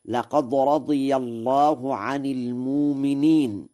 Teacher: قرأ ورش المؤمنين بإبدال الهمزة هكذا: لقد رضي الله عن المؤمنين، والإبدال لقصد التخفيف، وأيضا فإن